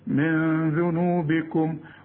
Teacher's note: عاوزين غنة بس ما تستعملش لسانك في النون دي